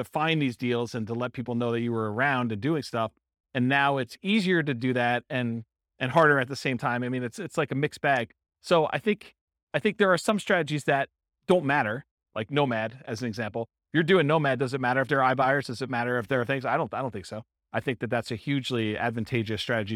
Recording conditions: live audience